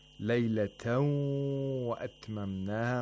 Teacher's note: Okay, so laylatan wa atmamnaha, we have idgham of nun sakinah in that phrase, and so we have to apply also ghunnah because there's a waw after the tanween. We hold the waw nasally for two vowel counts.